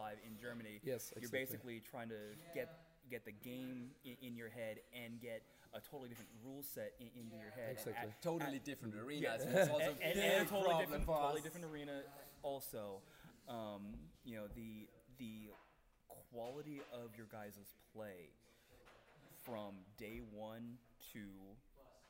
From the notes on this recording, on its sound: On location at West Coast Tournament in St. George Utah.